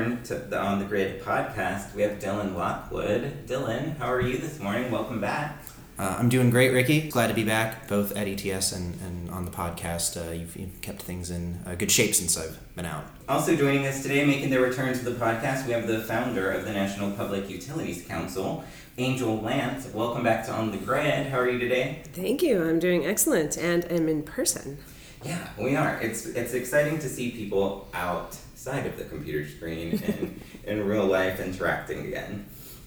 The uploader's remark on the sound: We are LIVE and in person.